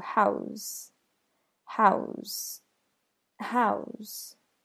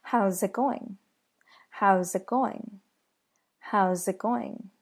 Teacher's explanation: That can be shortened into how's, how's, how's. The S is pronounced as a Z sound, just like in he's and she's.